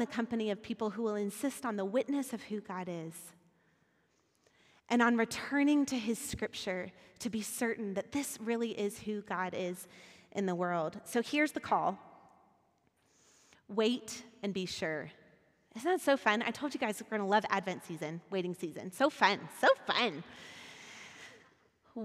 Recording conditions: live audience